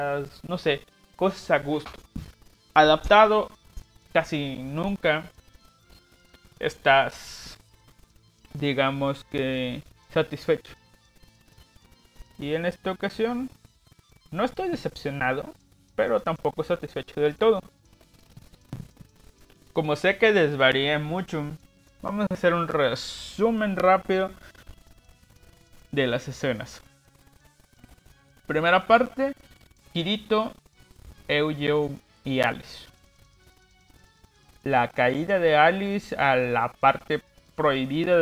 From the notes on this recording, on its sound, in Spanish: Ruido de fondo.